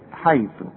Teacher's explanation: حيث كلها مرققة، وشوف قلت الحاء صحيحة ازاي، والثاء لازم تطلع فيها لسانة